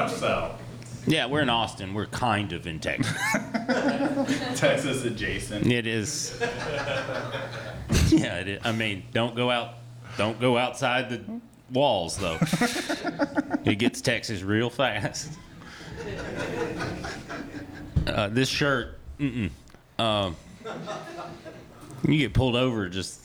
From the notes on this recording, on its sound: In front of a live audience at the Fallout Theater in Austin, Texas. As part of the Moontower Comedy festival.